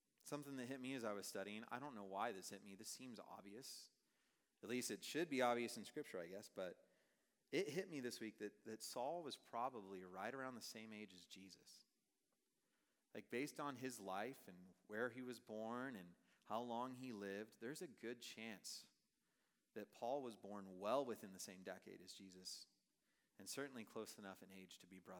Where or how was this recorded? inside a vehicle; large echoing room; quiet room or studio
large echoing room